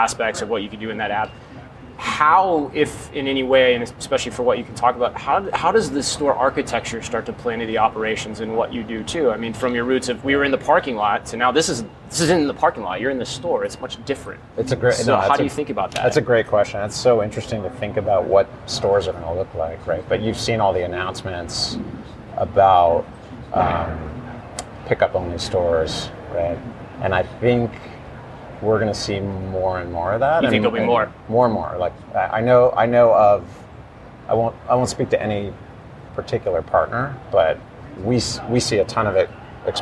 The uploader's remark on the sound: live from Groceryshop